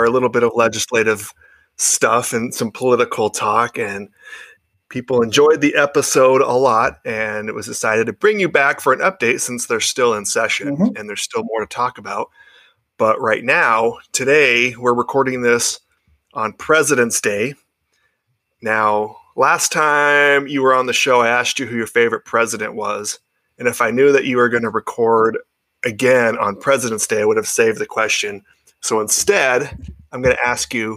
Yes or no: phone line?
no